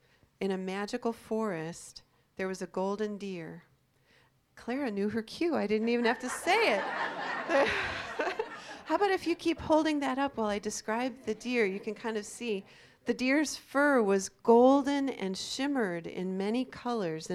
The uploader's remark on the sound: This is a recording of the talk given on January 17, 2016 at the Hopedale Unitarian Universalist Community in Oxford, Ohio